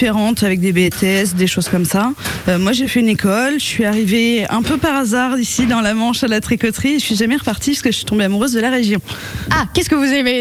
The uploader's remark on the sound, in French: On fait des marinières en direct à la tricoterie Val de Saire à Valcanville !